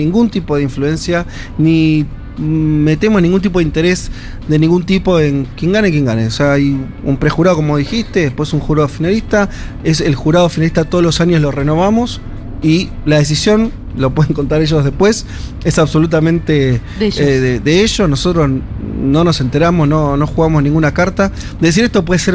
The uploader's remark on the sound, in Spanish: en vivo desde Yunta Bar